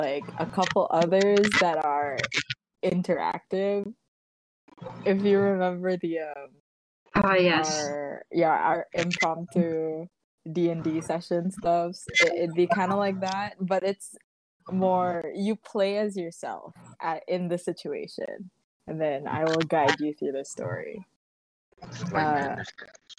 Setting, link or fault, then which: fault, background noise